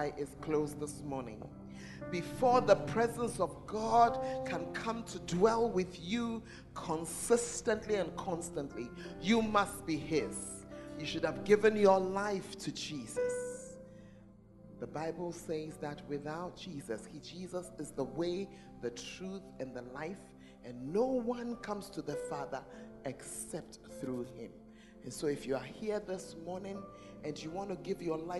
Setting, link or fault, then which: setting, large echoing room